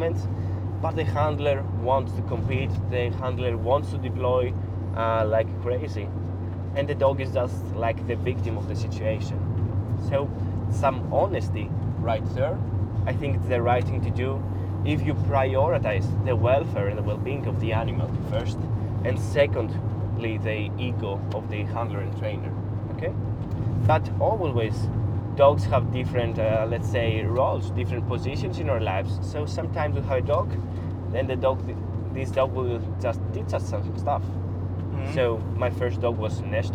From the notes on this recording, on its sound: This time we get deeper into training topics while we were driving through Athens and the countryside to have our last day at a three day seminar about SAR dog training.